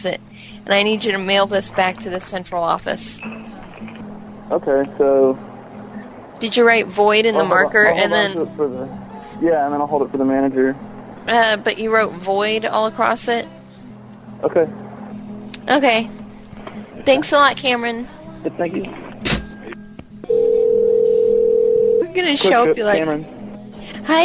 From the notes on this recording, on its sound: …'s Personal Prank Phone Calls Collection.